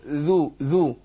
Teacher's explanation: الزال تخرج من ظهر طرف اللسان مع اطراف الثنايا العليا